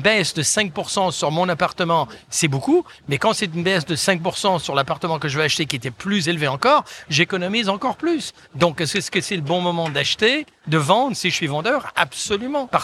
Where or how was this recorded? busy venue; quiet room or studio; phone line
busy venue